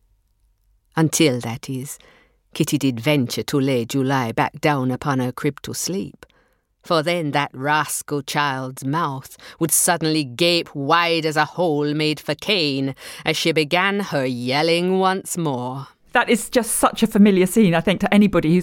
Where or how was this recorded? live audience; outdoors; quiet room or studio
quiet room or studio